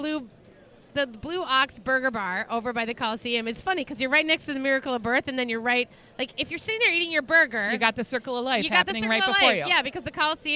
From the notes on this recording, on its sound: Live from LuLu's Public House Patio. After two record-breaking Minnesota State Fair Days.